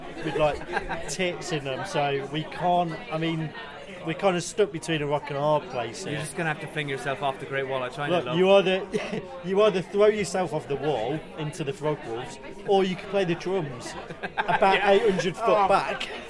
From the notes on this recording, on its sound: This episode contains some cans, pub noise